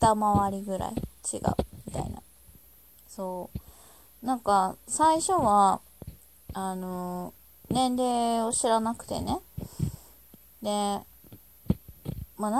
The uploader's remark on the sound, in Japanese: ひとり語り。雑音あり。音量注意。